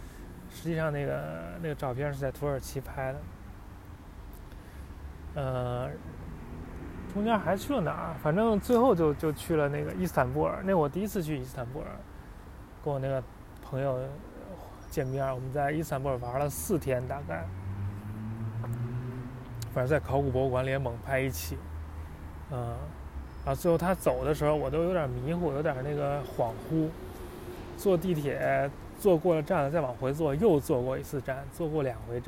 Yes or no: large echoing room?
no